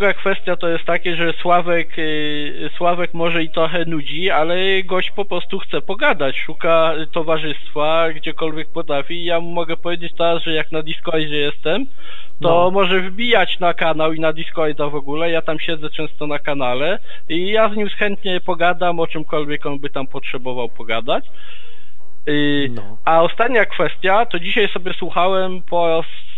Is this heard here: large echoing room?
no